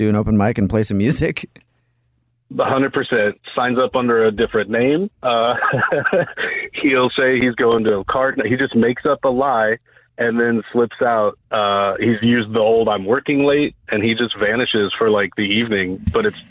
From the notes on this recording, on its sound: Is on the phone to prank his wife.